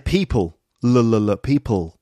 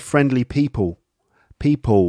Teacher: So it's more like a W instead of a L sound. · Shown in: second take · Term: estuary English